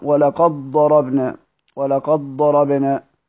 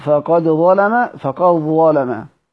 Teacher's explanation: يبقى إذا سيدنا ورش بيضغم عند الضاد والظاء فقط · Term: بالإدغام